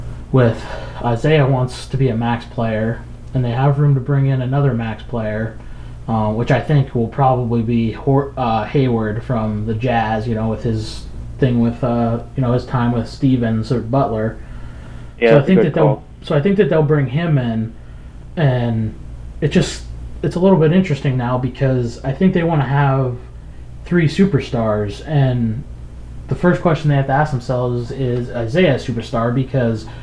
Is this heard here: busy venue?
no